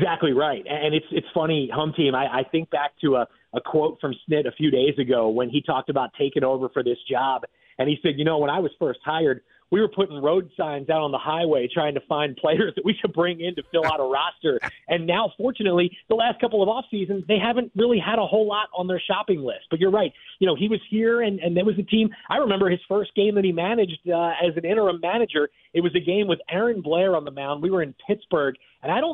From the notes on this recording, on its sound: called into the show